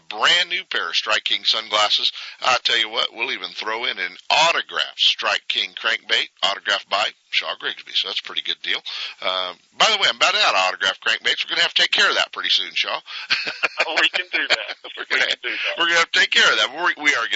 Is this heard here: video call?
no